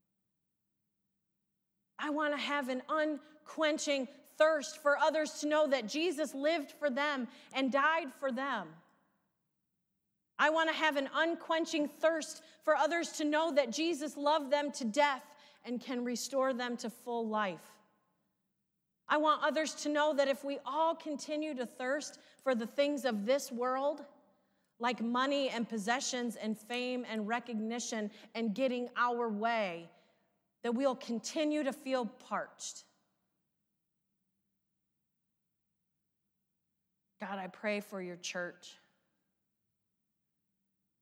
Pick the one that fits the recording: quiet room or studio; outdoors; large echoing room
large echoing room